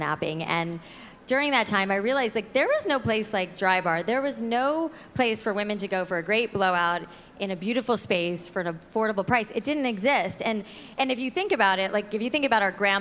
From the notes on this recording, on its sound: Live at Create & Cultivate Chicago. From front stage.